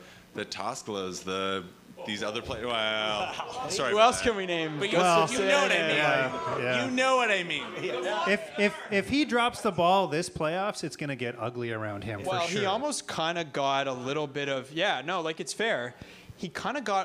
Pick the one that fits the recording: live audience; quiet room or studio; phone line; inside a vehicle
live audience